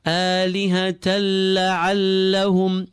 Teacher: Izhar Shafawi means a lip form clearing. We make the meem clear and continue. No ghunna required.